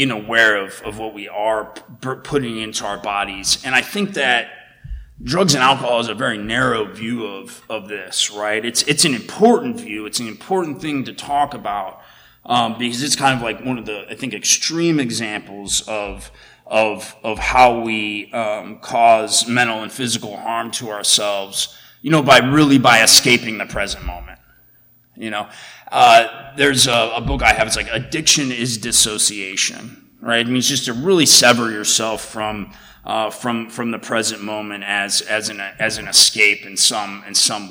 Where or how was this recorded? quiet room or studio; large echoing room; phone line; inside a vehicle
large echoing room